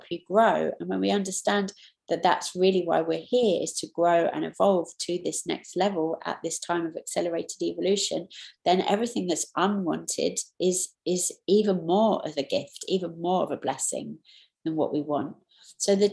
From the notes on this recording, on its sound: taken from the New Year Online Retreat